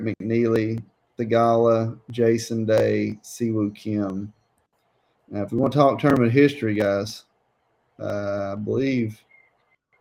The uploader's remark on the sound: Live at Torrey Pines